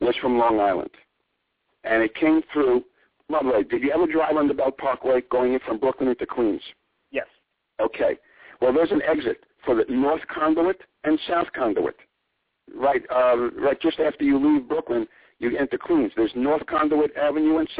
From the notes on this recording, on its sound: calls in this evening